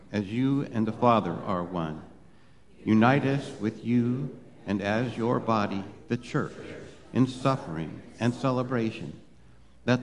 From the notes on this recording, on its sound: Live Worship Service